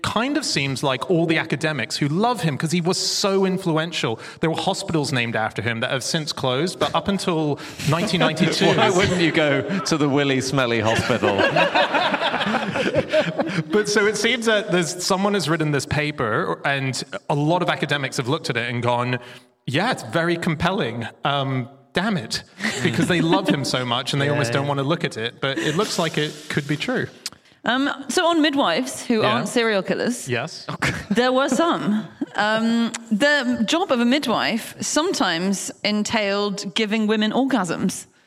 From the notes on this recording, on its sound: Live from Peterborough